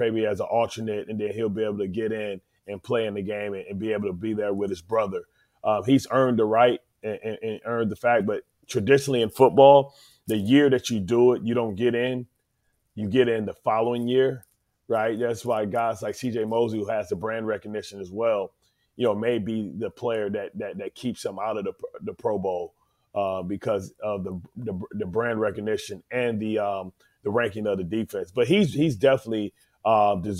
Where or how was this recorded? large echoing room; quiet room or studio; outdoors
quiet room or studio